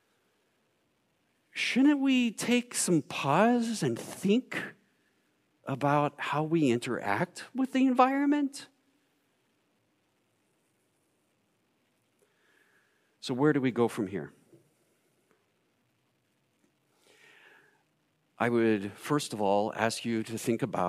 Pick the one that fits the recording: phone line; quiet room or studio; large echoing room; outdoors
large echoing room